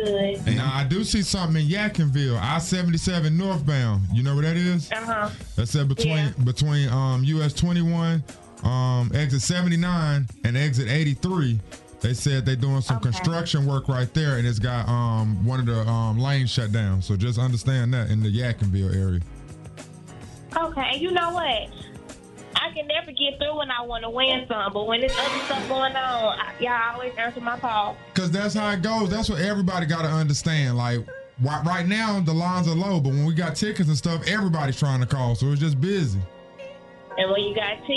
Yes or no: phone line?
yes